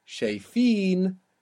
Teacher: We can see this easily between shayif, and then when we put it into plural, shayfin, and we use that long vowel, een, it takes the accent